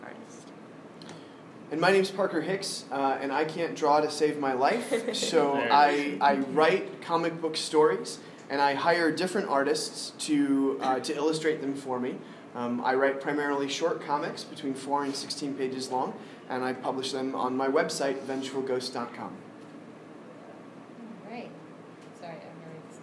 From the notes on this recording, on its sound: Harford County Public Library Comic Con panel